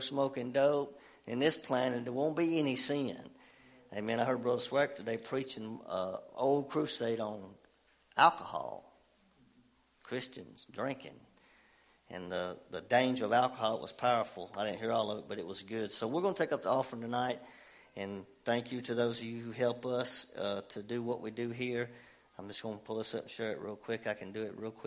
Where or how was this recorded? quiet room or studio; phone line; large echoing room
large echoing room